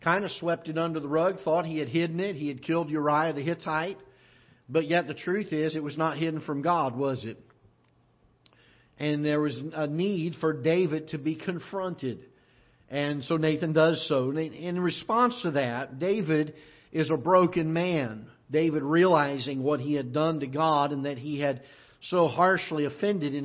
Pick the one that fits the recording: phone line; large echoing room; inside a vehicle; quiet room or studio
large echoing room